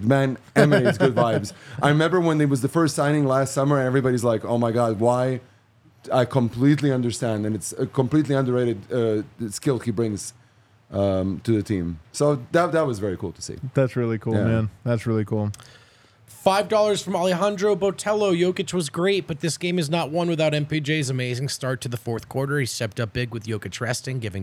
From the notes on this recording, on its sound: Come to you LIVE from the DNVR Bar.